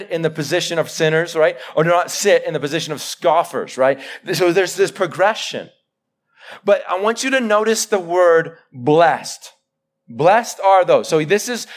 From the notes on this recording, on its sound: Live sermon recorded 11-July-2021